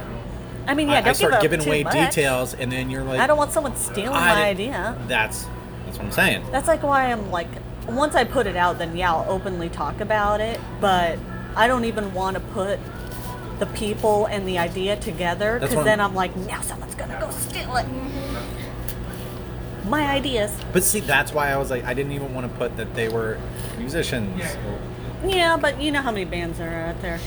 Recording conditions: busy venue